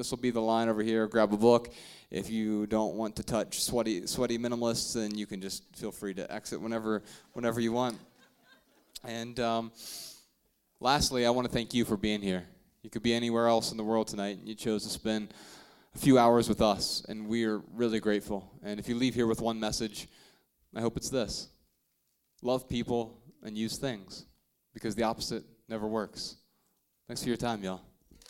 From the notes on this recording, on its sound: Answer questions in front of a sold-out crowd in Salt Lake City, Utah.